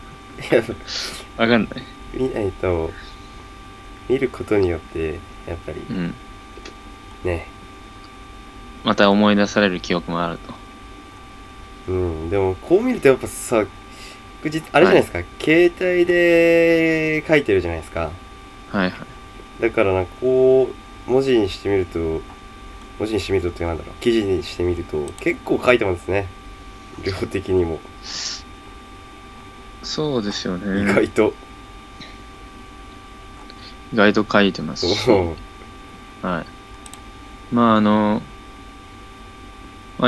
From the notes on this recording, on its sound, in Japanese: 雑音にご注意を